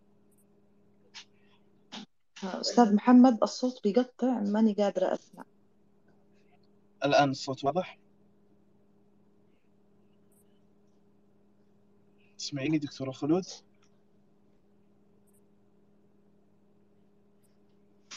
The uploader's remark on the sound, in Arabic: تسجيل لمساحة ابن رشد الأسبوعية على منصة تويتر